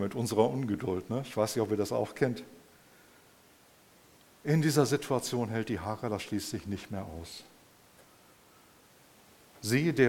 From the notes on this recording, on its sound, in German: im Rahmen des Gottesdienst mal anders